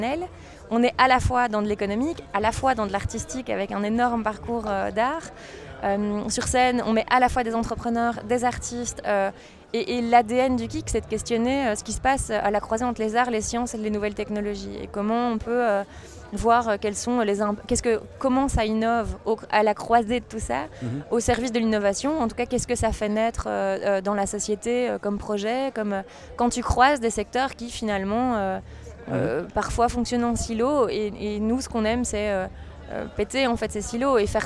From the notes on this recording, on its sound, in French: Festival Esperanzah! 2022. Bouke.Media est présent au coeur du festival, à la rencontre des participants, des artistes et des ONG qui font vivre cette édition 2022.